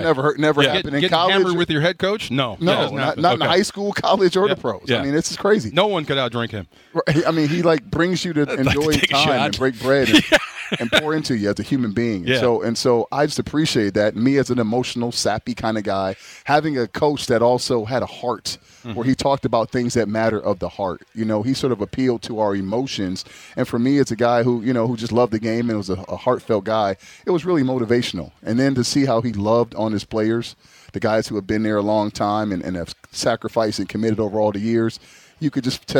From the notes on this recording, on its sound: LIVE From Rams Camp! LIVE from RAMS Camp in the City of Irvine.